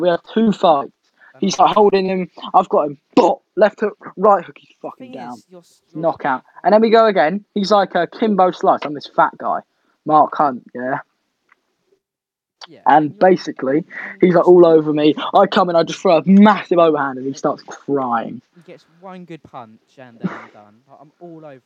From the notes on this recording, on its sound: Sorry about the audio levels